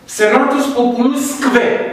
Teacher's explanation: pronunția labiovelarelor surdă și sonoră, prin cv, respectiv negv.